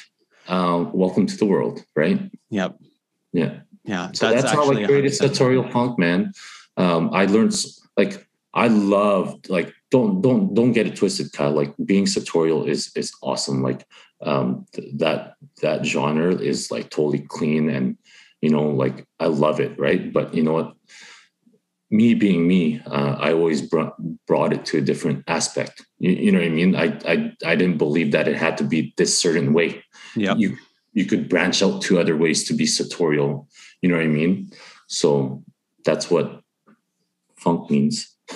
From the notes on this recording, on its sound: over the pods first zoom call